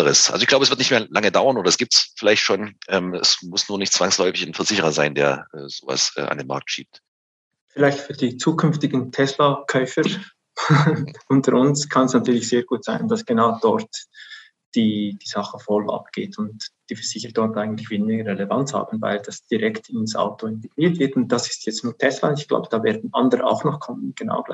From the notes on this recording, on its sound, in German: Wir haben den Online-Expertentalk via Zoom aufgezeichnet. Für den Podcast haben wir den Talk ein wenig gekürzt.